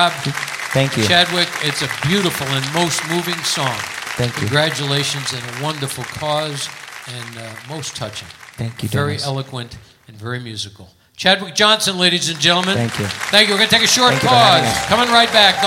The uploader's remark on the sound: Live at the South Point